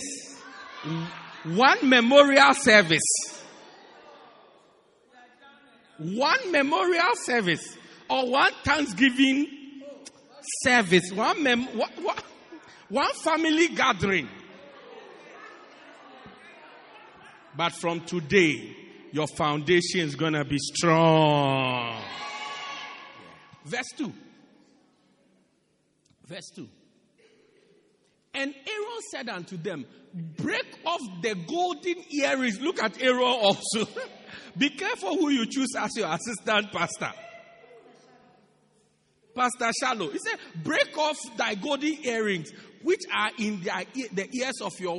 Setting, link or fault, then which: setting, large echoing room